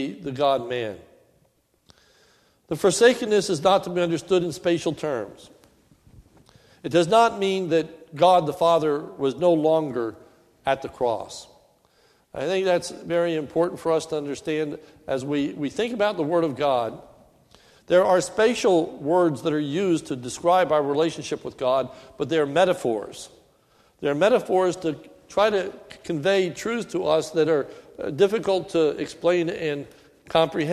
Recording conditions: large echoing room